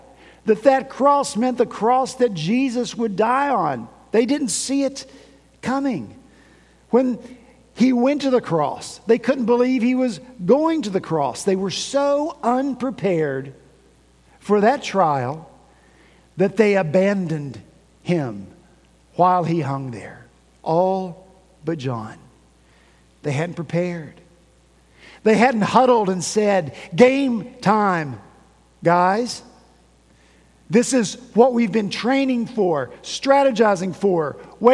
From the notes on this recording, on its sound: At Redeemer Presbyterian Church in Charleston, SC